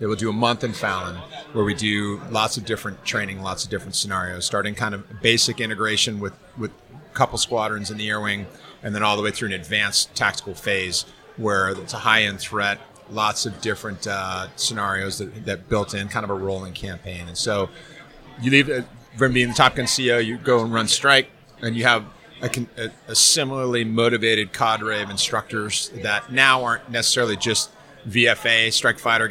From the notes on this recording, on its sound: Live from Tailhook 2019